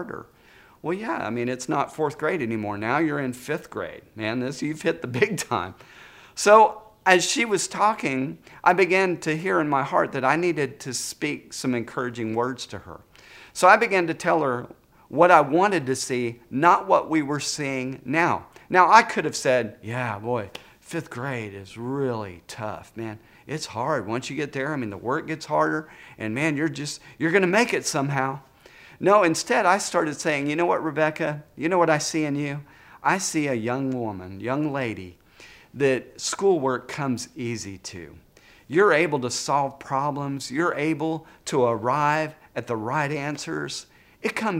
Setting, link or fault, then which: setting, large echoing room